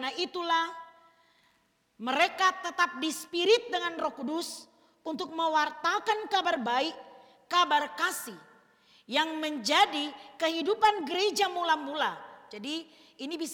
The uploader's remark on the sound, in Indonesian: Rekaman Kotbah Ibadah Minggu Pagi GKI KALVARI TEMBAGAPURA. Disiarkan oleh RSK 98.6 FM.